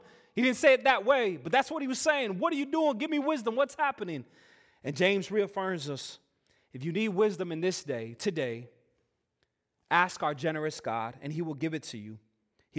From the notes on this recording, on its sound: Full worship service recording.